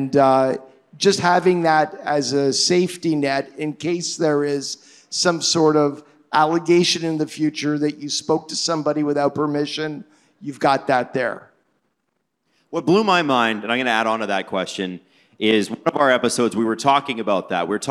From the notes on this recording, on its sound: Live from The Rec Room in Toronto on All-Star weekend.